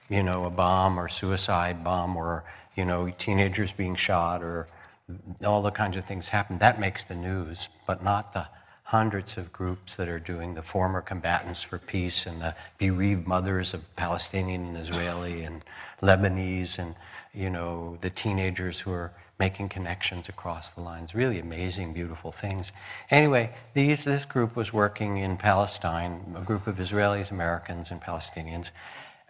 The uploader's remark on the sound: Live from the Spring Insight Meditation Retreat at Spirit Rock